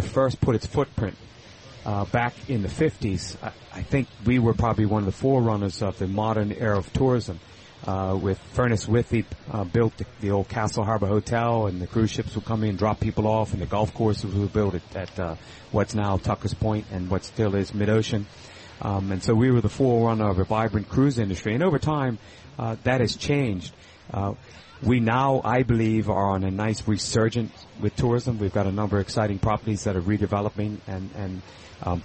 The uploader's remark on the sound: Broadcasting live from Elbow Beach Bermuda.